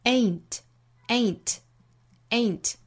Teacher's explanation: 这个词里包含双元音 a 后面加前鼻音 n